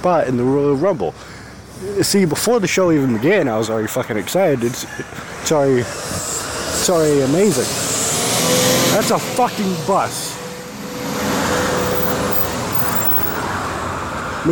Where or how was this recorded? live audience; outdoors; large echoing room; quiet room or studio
outdoors